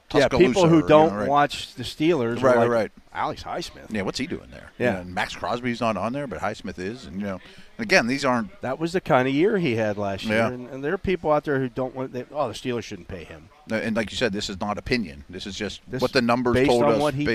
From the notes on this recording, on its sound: The Drive live from OTAs day 9 HR 1. Live from the Last day of Steelers OTAs.